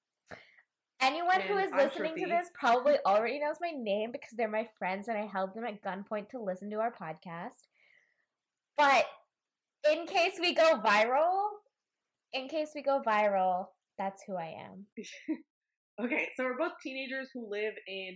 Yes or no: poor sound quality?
yes